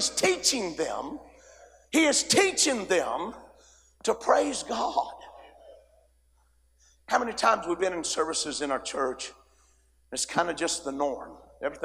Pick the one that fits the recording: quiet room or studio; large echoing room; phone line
large echoing room